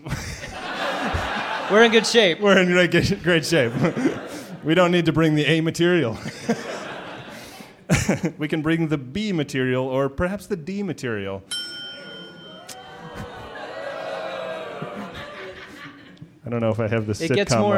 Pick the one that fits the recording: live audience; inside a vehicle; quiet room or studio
live audience